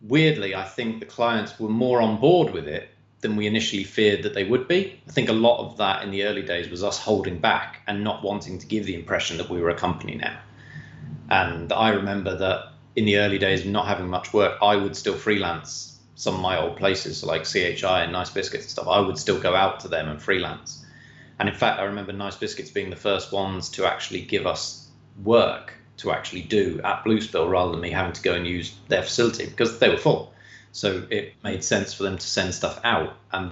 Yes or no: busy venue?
no